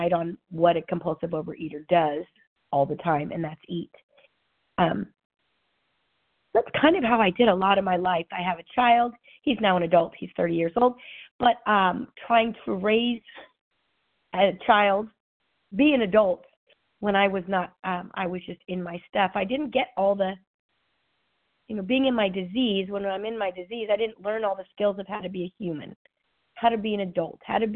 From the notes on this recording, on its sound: 100 Pounders Phone Meeting